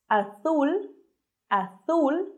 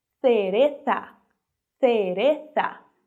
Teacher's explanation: Como se a gente estivesse falando o S com a língua entre os dentes.